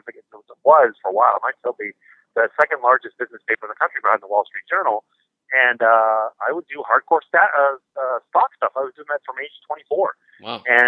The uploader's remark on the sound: on the phone